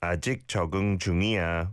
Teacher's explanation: The blending, the kiok pachim of chok goes on to the ing of chogung.